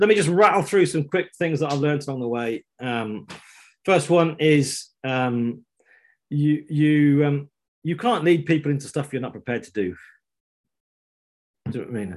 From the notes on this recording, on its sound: This week we're bringing you a live episode from a recent online training session.